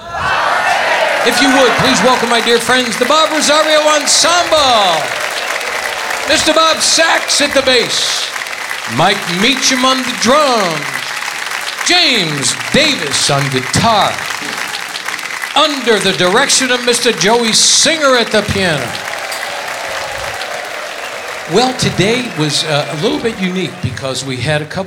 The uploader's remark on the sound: Live at the SouthPoint Casino